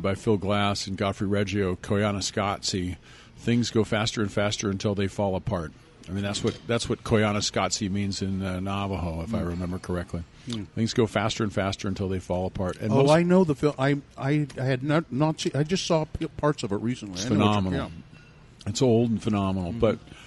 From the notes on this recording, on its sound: This episode was recorded at Zest in downtown SLC.